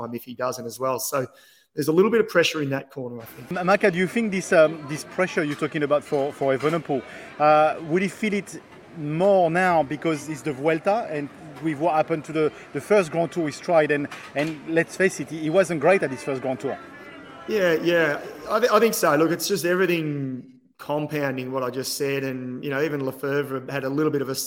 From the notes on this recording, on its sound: live from the start in Bilbao